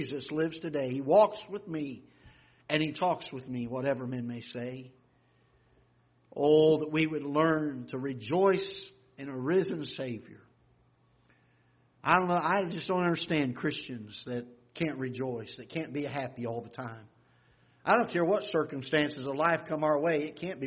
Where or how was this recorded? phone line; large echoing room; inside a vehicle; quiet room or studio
large echoing room